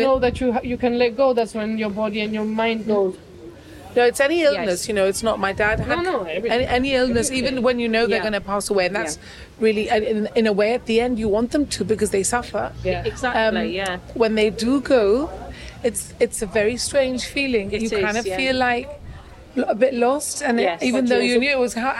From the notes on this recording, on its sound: With thanks to the Bastion Restaurant for letting us record